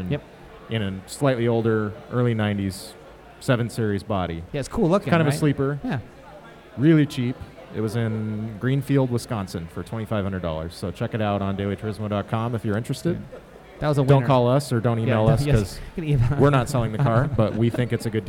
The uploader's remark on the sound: DTR Live at Absolution Brewery. A few other guests and listeners.